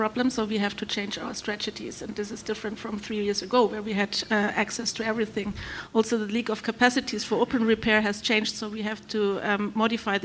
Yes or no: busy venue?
yes